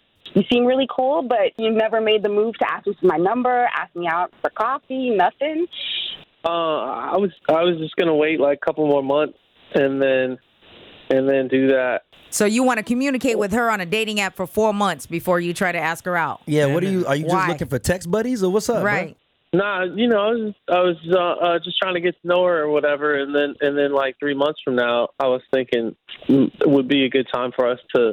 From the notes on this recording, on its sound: When we got him on the phone